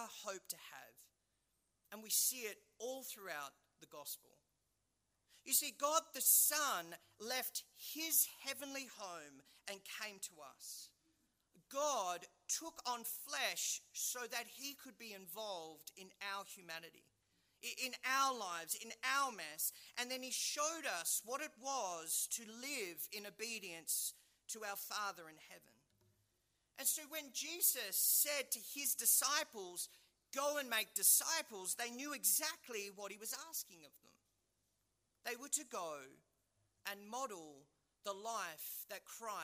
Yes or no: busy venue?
no